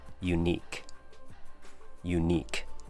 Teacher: Two syllables, U as in the word U, and unique. Ni has the long E sound, followed by the K sound.